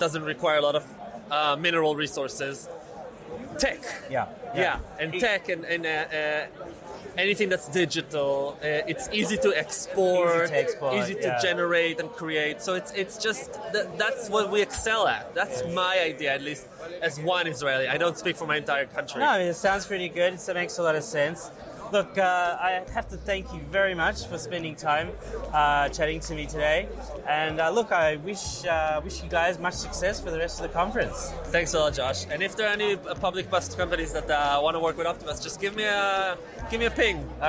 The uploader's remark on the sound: Eco-motion summit Tel Aviv. Walks the floor of the EcoMotion conference interviewing exhibitors demonstrating the latest cutting edge smart mobility tech.